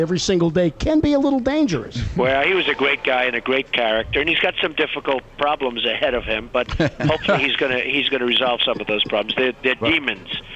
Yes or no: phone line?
yes